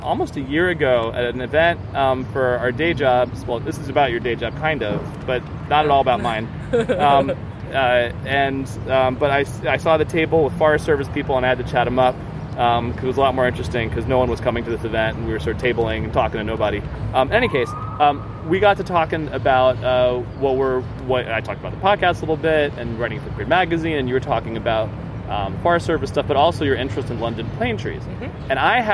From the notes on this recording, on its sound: Recording outside on the Benjamin Franklin Parkway